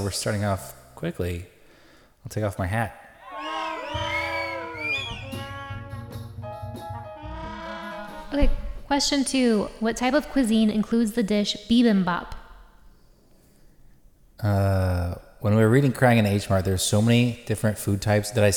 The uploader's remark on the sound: Live at Largo